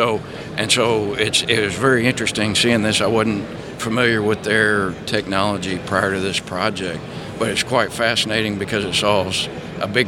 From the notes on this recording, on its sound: In the DeltaTek booth at the SPE ACTE 2022 conference. On location at ATCE with the DeltaTek team. In the DeltaTek booth at the SPE ACTE 2022 conference.